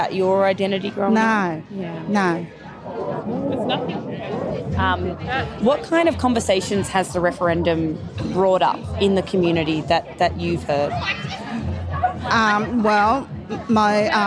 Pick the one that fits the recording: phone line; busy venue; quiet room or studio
busy venue